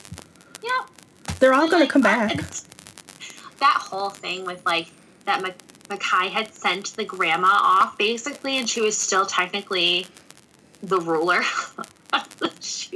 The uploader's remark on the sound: Apologies for the static; I don't know what that was